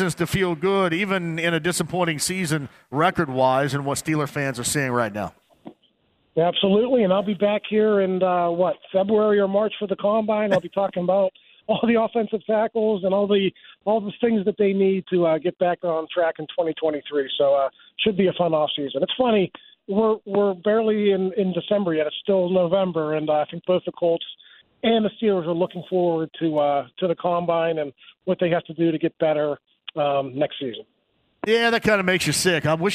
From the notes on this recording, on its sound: fires up the phone lines